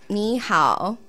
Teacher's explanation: I heard it went up and then down. · Term: third tones